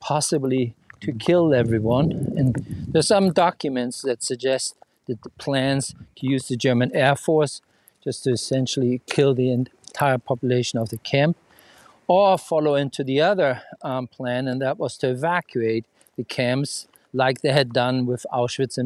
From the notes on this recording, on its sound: On a walking tour of the Dachau Concentration Camp Memorial Site outside of Munich, Germany. This auditory experience captures the sound of the present-day landscape with its birdsong and tourist chatter.